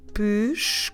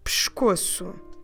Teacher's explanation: Push, co, su. But when we say it rapidly, we say pescoço, dropping completely that letter E on the first syllable. · Shown in: second take